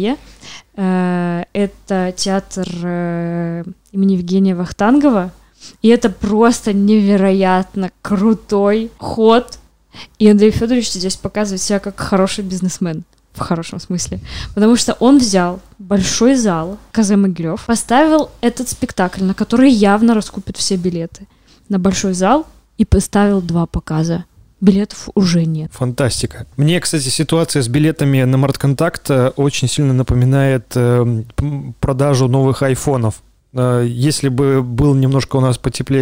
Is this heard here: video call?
no